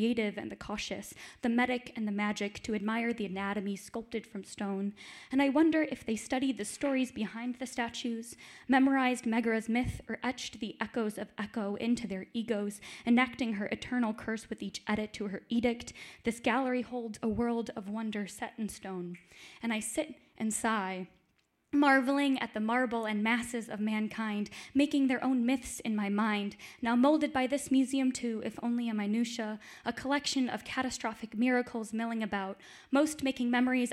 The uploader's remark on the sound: Brooklyn Poets Yawp open mic.